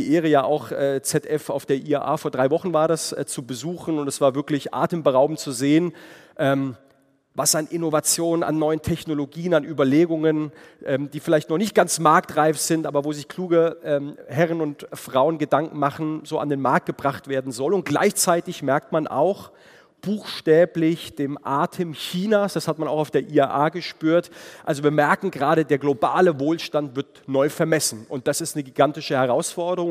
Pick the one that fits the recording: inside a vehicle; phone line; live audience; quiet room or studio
live audience